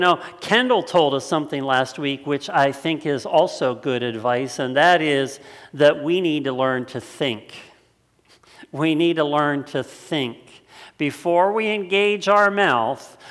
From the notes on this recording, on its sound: It was originally preached on Sunday August 23rd 2020 at Linglestown Life Church in Harrisburg Pennsylvania.